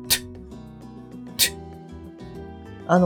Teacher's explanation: 上の歯のところに、まあ、舌先をこうくっつけて、舌をこう弾くと。で、弾くときに、出てくる音っていう風に考えてください。 · Term: T 音